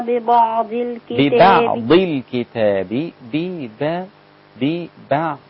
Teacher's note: ببعض كلها رقيقة لغاية الضاد. طبعا الضاد في أقل مراتب التفخيم عشان هي مكسورة، بس ما ننزلهاش للدال